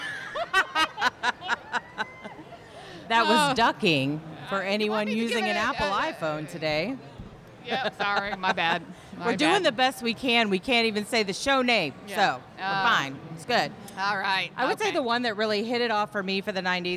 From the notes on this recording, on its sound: We are coming to you LIVE from Comicpalooza 2021 with a show from the floor. The audio isn't up to our usual standard since it was recorded on the convention floor next to other panels.